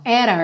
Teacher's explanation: ele fez o rarara lá naquele T, tá? Para juntar o at com our